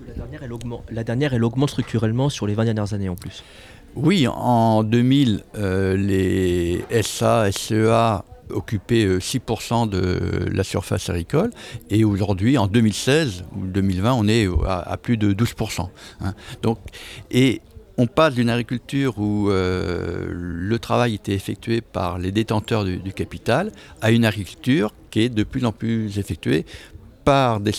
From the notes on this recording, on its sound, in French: Enregistrée pendant les rencontres Reprise de terres à la ZAD de NDDL en août 2021. Radio Fréquence Paris Pluriel.